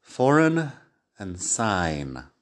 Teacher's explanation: Ten en cuenta aquí también que estas dos palabras terminan con i G N, que es diferente a ING. IGN tiene la G que no suena.